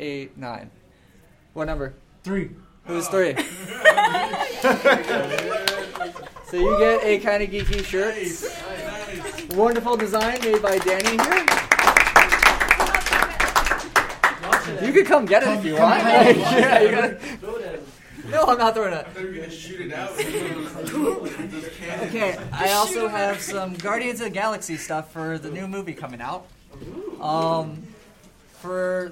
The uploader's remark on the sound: Kinda Geeky Live at TitanCon. This episode was record live at Titan Con.